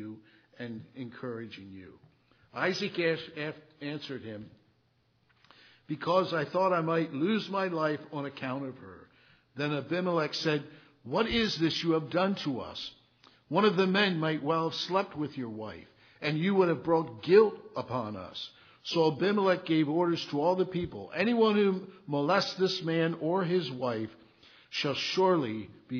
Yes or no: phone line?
no